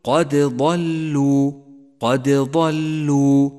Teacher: تنبه أخي القارئ وأنت تقرأ قوله تعالى: قد ضلوا قد ضلوا، وبالغ في إظهار صفة القلقلة لحرف الدال في كلمة قد لئلا تدغم الدال بالضاد التي بعدها